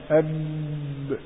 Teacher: عند المخرج فانحبس ذلك الصوت الذي خرج من عند الغشائين الصوتيين فصار هناك صوت مجهور ينحبس عند الشفتين في الباء · Term: حرف مجهور شديد